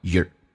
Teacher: Your 不被强调，可以弱化成也，加个儿化音